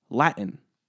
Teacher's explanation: This particular kind of dropping the T is called a glottal stop, more specifically, T glottalization. A glottal stop is defined as a consonant formed by the audible release of the airstream after a complete closure of the glottis being the opening between your vocal folds.